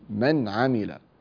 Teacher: تظهر النون لأن بعدها حرف من حروف الإظهار التي هي الهمزة والهاء والعين والحاء والغين والخاء · Term: الإظهار الحلقي